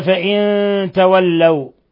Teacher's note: نون ساكنة جاء بعدها التاء إخفاء حقيقي